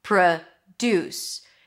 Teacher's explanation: So the first syllable is a schwa. Pr, second syllable is stressed. Deuce, that's the primary stress with an oo as in food.